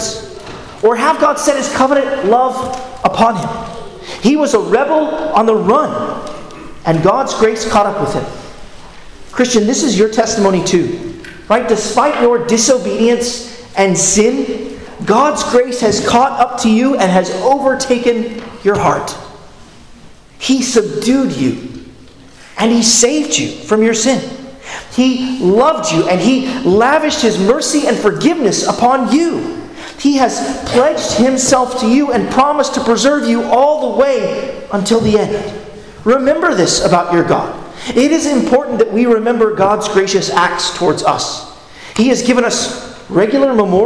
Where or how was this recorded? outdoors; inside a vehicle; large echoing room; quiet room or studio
large echoing room